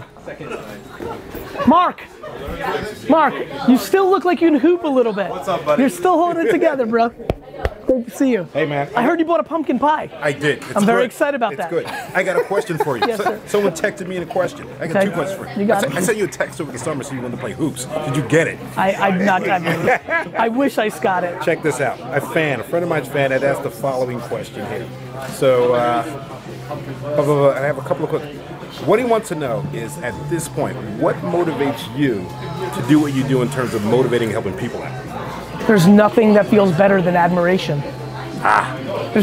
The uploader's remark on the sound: marathon 4-hour Q&amp;A session I did at Wine Library